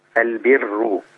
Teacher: الراء لما تبقى مضمومة وقبلها كسر حكم الراء عند ورش إيه؟ رقق